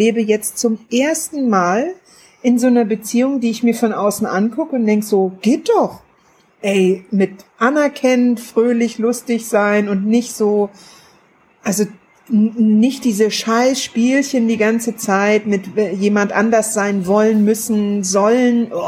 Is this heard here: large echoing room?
no